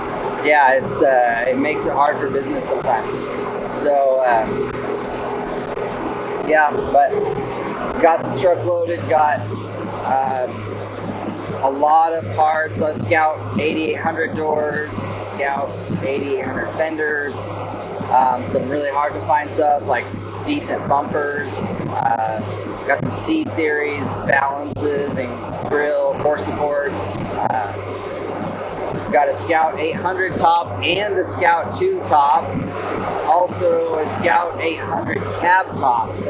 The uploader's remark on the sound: Update 1 from the road. Please excuse the poor audio quality. He gives you his thoughts as he travels.